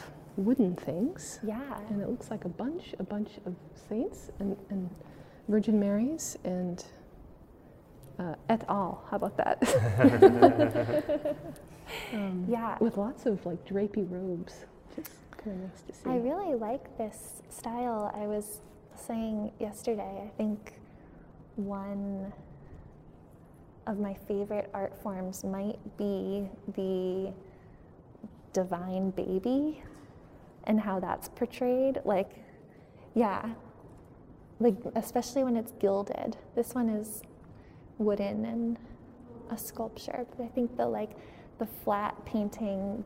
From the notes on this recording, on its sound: capped it off with a podcast recording way uptown at The Met Cloisters.